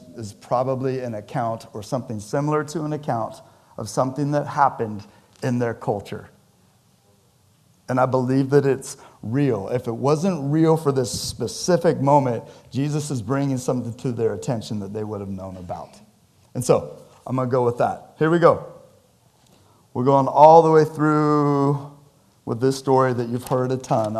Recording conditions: large echoing room